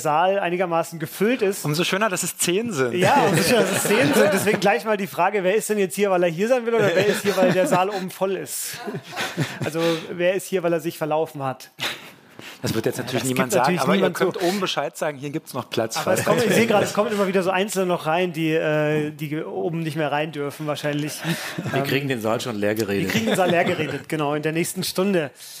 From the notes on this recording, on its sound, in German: ZEIT ONLINE Podcastfestival. Wurde eine Folge vor Publikum aufgenommen und zum ersten Mal waren alle drei Hosts gleichzeitig auf der Bühne. Das Publikum wiederum glänzte unter anderem mit Ausführungen zum Ursprung der Schrankigkeit.